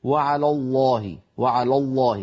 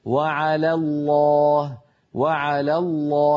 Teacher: فيرقق لام على ويفخم لام لفظ الجلالة · Shown in: second take